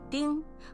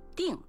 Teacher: 是个多音字，分别读阴平丁和去声定